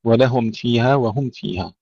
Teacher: ننتبه أن لا نخفي الميم عند الفاء